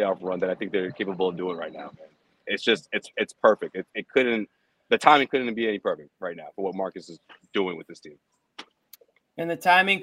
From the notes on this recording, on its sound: LIVE from TD Garden. As we go LIVE after every Celtics game.